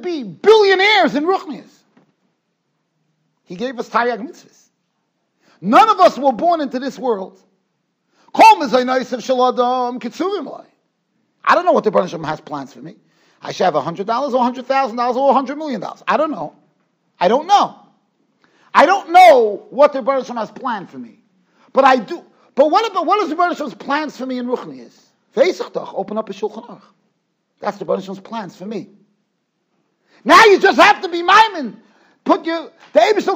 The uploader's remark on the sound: Shiur recorded in Yeshivas Ohr Reuven, Monsey NY.